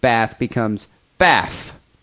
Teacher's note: that's kind of like a Cockney thing, right? The F for the TH.